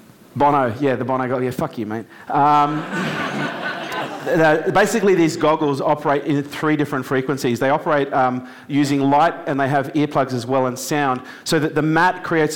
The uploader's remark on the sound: LIVE with our K2 Elite audience, this time from downtown LA